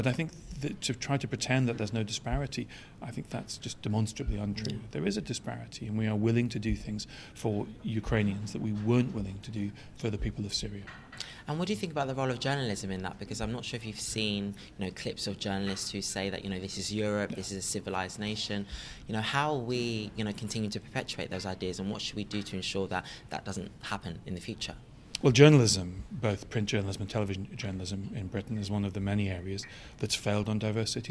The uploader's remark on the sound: Recorded at the Citywire Wealth Manager Conference & Awards